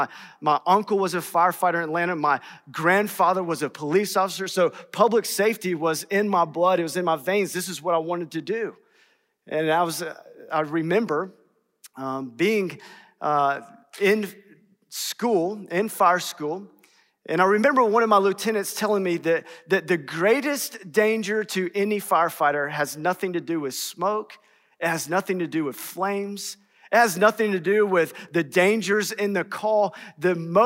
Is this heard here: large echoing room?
yes